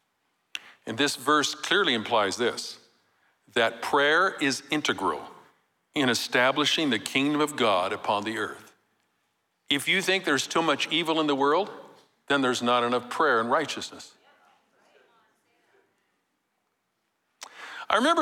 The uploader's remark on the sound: Recorded live at Capital Church in Meridian, Idaho.